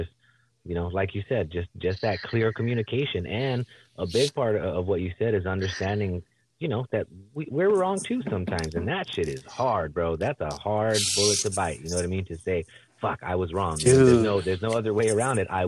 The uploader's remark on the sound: phone interview